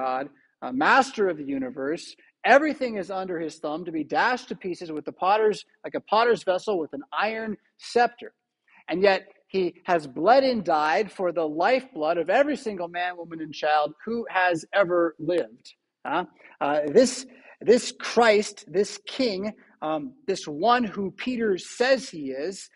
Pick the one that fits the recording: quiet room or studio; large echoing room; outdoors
large echoing room